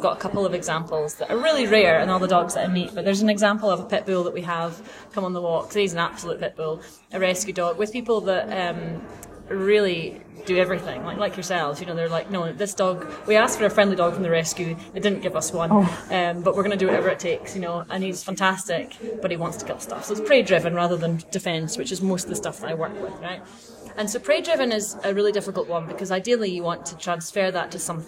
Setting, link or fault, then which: setting, busy venue